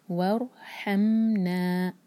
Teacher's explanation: ہا حلق سے، ہم میم پر قلقلہ نہ ہو، مطلب جھٹکا نہ آئے